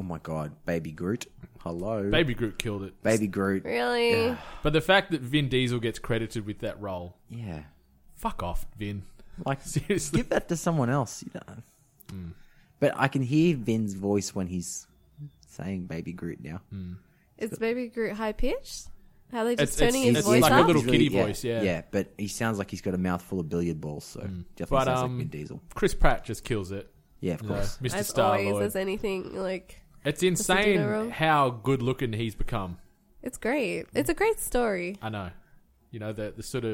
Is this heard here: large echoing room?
no